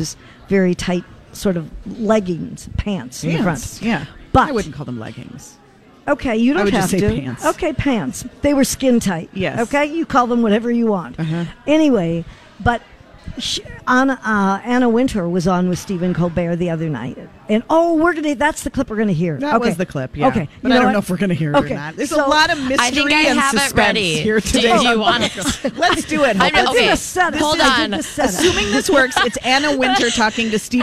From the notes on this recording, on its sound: Broadcasting Live at The General Store in Minnetonka